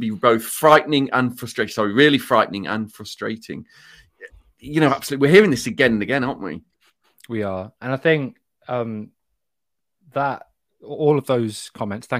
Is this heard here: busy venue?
no